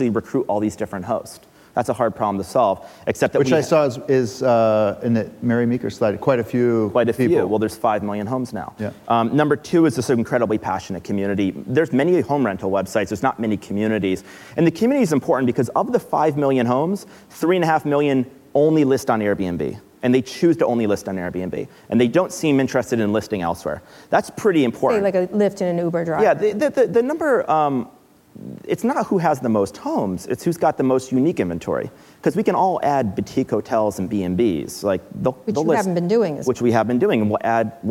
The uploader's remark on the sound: Live at Code 2018